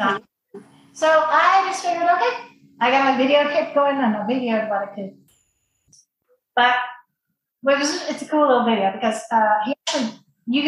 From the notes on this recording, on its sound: The sound was a little challenging. Zoom is fucked up in that when someone speaks it mutes everyone else, and we were on a slight delay so we didn’t even know when we were talking over each other.